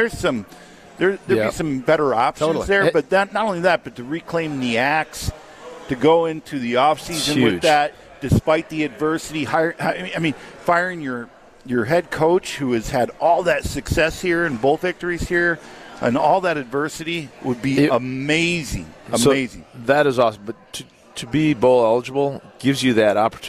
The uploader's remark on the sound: live from The Great Dane Pub and Brewery in Fitchburg